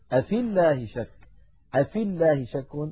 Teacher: أفي الله شك، أفي الله شك، التقى ساكنان، الأول ياء ساكنة في آخر الكلمة الأولى وأول الكلمة الثانية ساكن، وهو اللام الأولى من اللام المشددة من لفظ الجلالة، فنسقط الياء من كلمة أفي من اللفظ، فنقول أفي الله شك، أفي الله شك بإسقاط الياء لفظا، هذا في حالة الوصل.